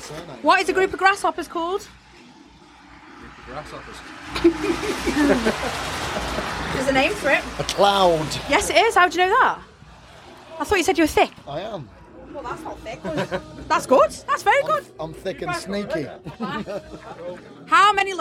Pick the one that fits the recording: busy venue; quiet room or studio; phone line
busy venue